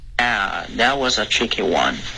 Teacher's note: 你的 one 的开头有一点鼻音了